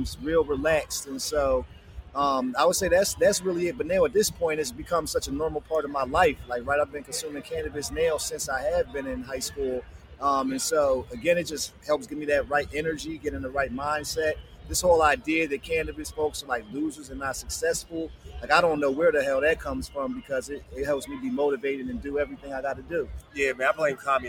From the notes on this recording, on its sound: Another episode live from Black Cannacon.